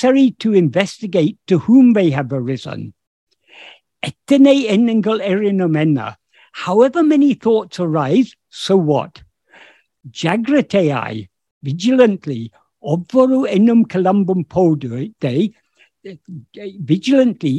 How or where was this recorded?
video call